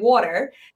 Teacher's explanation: My Jersey accent, I would say water, you know, because water has a D in it.